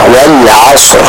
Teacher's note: Wal 'asr. Kita membacanya dengan huruf ain yang sempurna diucapkan dari tenggorokan bagian tengah.